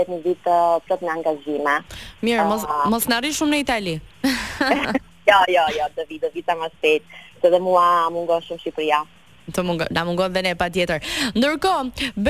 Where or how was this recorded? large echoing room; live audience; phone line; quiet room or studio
phone line